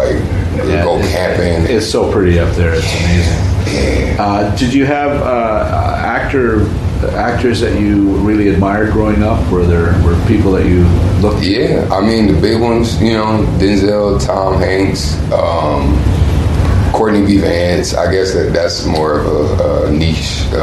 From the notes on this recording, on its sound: recorded live and in person last June at the Bell Media Upfront in Toronto